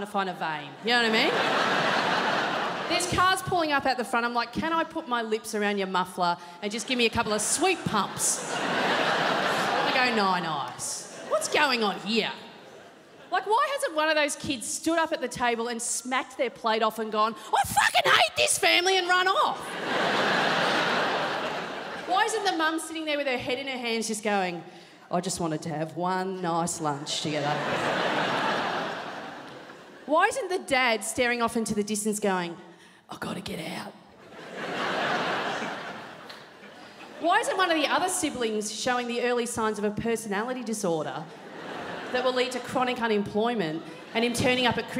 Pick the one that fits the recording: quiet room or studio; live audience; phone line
live audience